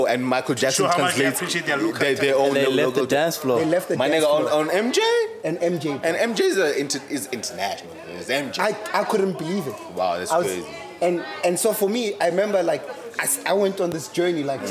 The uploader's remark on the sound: TheDojo Podcast headed down to Ficksburg for The Cherry Film Festival, in between all screenings, panel discussions and workshops we got to Podding